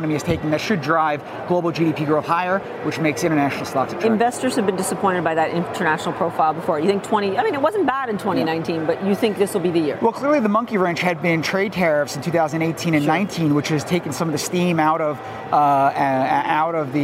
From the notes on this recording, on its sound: live from The New York Stock Exchange